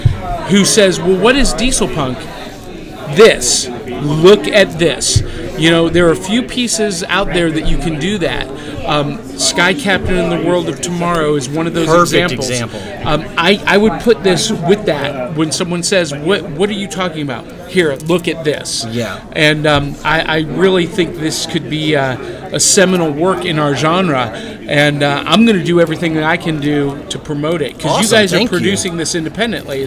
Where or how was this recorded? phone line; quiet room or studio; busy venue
busy venue